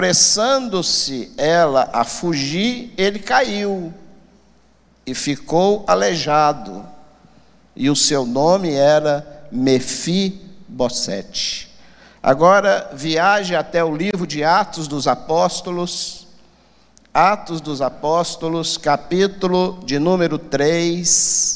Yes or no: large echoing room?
yes